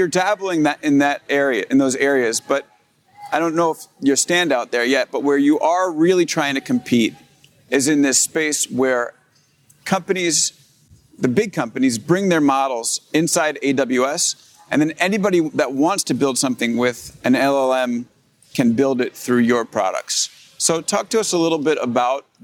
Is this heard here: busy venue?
yes